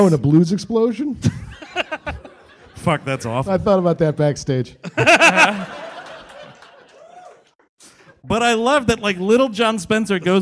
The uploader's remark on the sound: (Live in San Francisco). The gang is live from Cobb's in San Francisco.